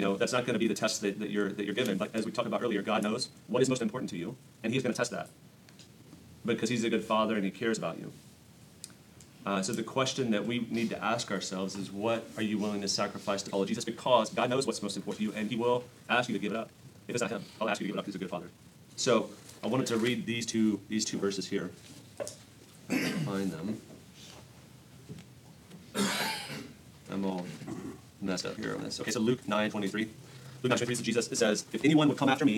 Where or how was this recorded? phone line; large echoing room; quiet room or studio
large echoing room